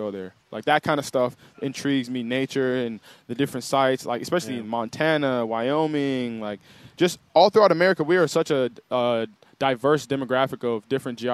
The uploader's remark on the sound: joins the show live at Hollywood Kia